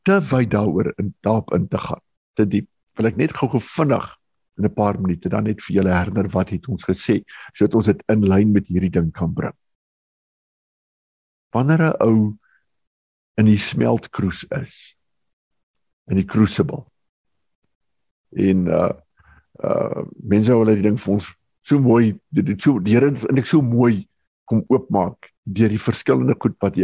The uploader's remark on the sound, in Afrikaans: Manne van die Woord Digitaal Zoom Byeenkoms 20 Januarie 2022.